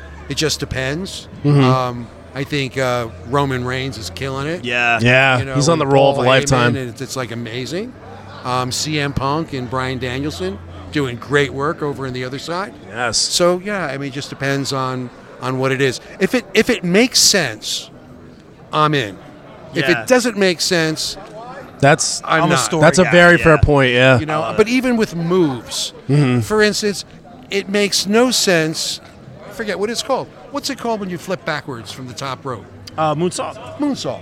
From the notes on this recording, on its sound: LIVE at 80s Wrestling Con here in New Jersey.